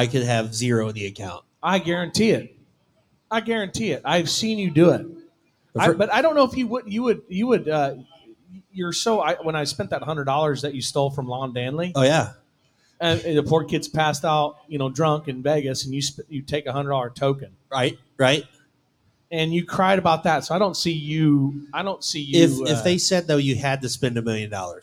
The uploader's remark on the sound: joined us live at Brewster Street Pub in Corpus Christi for the Buc Days WCRA Rodeo!